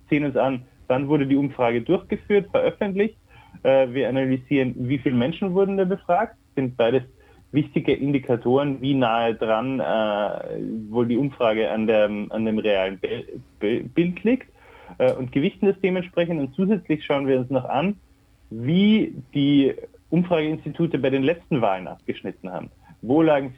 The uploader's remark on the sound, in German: Telefoninterview